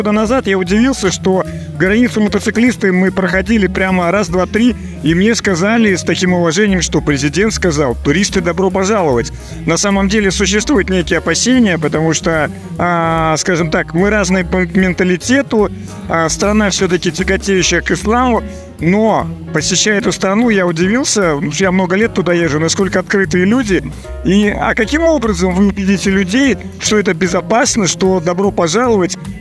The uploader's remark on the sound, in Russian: Выставка «Поехали 2023». Записано с 1 по 3 декабря на месте событий - Москва, Краснопресненская наб., 14, ЦВК «Экспоцентр».